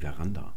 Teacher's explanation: Und da ist auch die Betonung auf der zweiten Silbe.